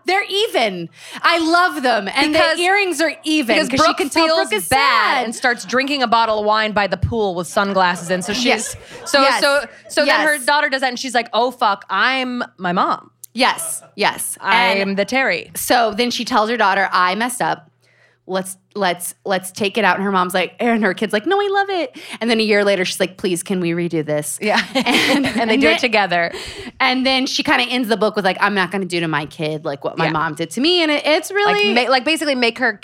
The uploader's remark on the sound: Celebrity Book Club went LIVE! On stage at Caveat in New York City.